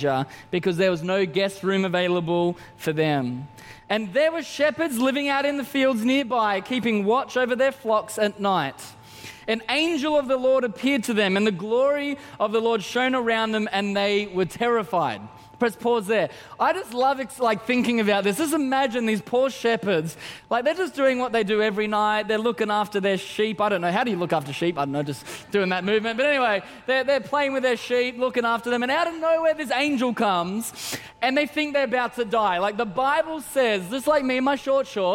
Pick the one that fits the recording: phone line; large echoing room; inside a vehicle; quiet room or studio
large echoing room